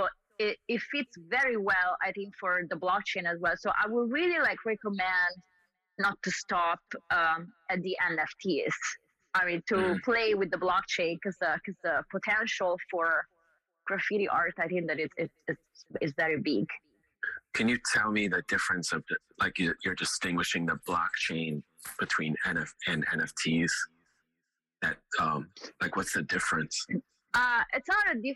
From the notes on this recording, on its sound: The phone discussion went on for a while, and so we offer this glimpse into this conversation in two parts.